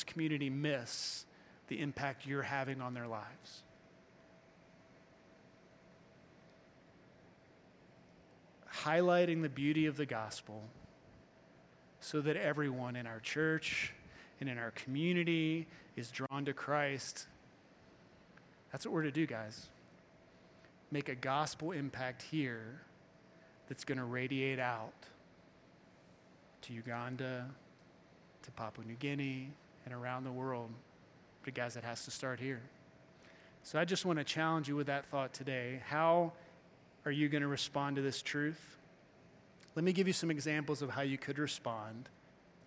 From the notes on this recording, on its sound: Morning Service-Missions Conference